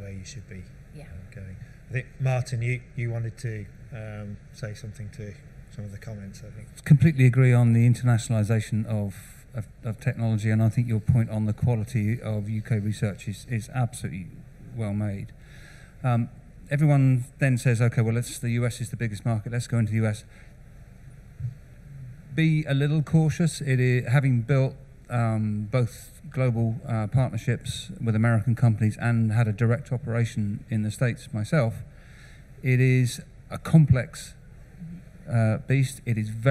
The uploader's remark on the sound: Recorded at Med-Tech Innovation Expo 2022